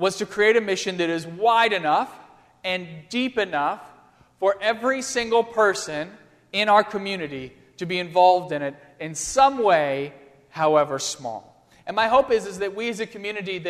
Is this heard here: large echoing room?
yes